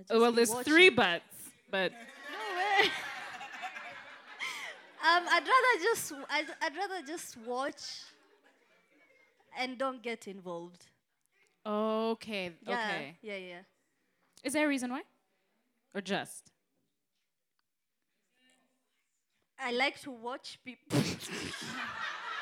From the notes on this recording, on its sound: Today’s episode is off the last LIVE recording